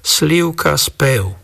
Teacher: v strede a na konci slov sa vyslovuje obojperné v